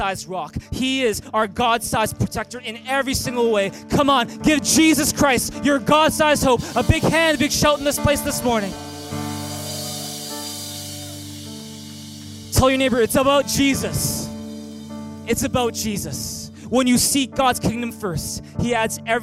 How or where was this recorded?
large echoing room